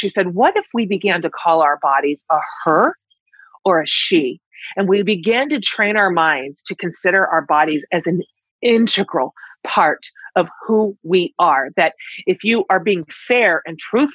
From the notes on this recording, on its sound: a LIVE recording of the podcast via Zoom